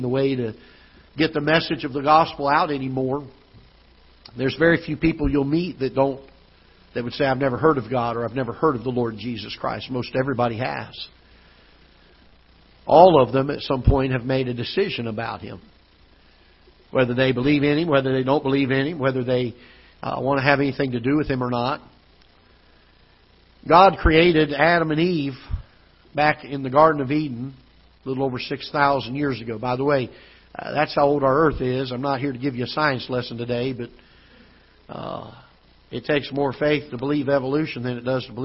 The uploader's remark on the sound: Ketha Heights Baptist Church ~ Live Broadcast